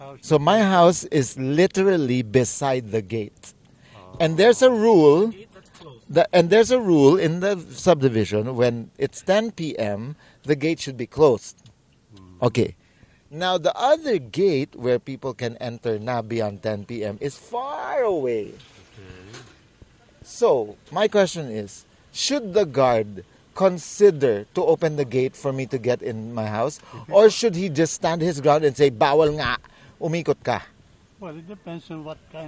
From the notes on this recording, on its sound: This was recorded in the car on the way and back.